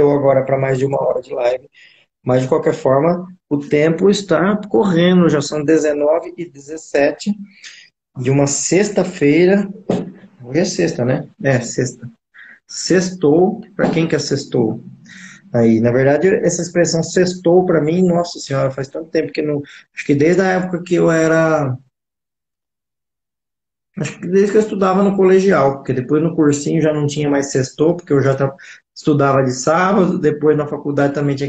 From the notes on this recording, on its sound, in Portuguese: Essa é uma live de “Perguntas &amp; Respostas” com gestantes no Instagram